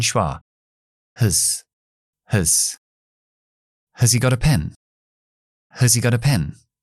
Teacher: En lugar de decir has al principio, que cueste mucho trabajo, lo dejamos en schwa.